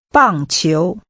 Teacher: Using a falling and a rising tone, say baseball.